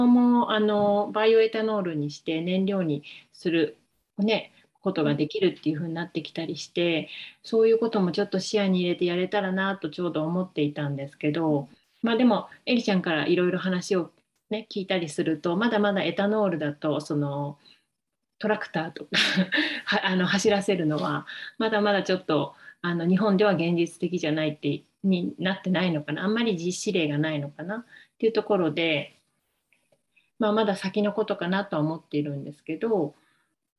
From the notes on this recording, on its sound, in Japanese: 勉強会音声。オンラインで開催している「月イチ勉強会」の音声を特別配信！